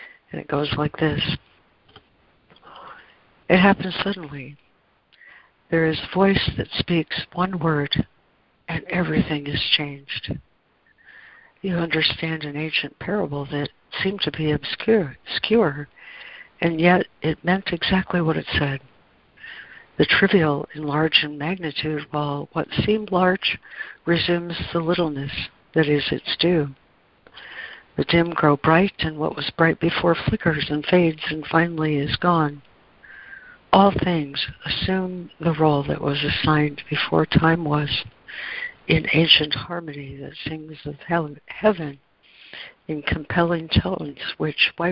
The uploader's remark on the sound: ACIM Daily Conference Call.